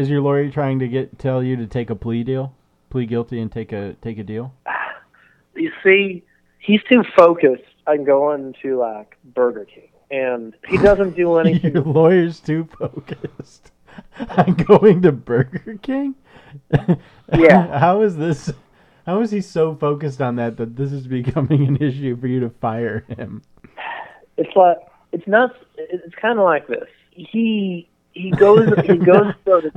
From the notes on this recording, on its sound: Get a call from their old, softy-brain buddy. He calls into the show from a prison in Missouri.